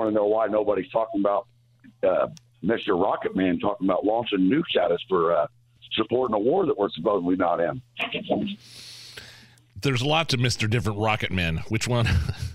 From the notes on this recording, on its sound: WIBC listeners call in the show